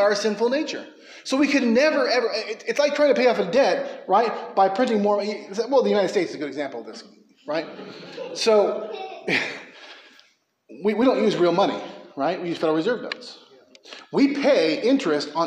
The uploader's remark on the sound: A sermon preached at McKee Road Baptist Church in Bakersfield, Ca.